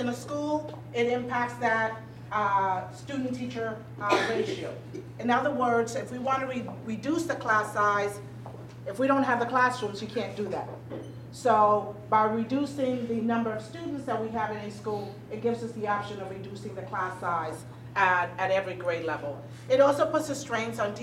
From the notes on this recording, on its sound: Baldwin County School District Elementary Schools Redistricting Community Input Meeting. The recording includes some question and answer from parents and the presentation audience.